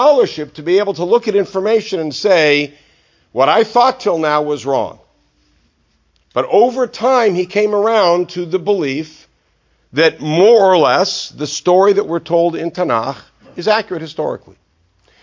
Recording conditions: large echoing room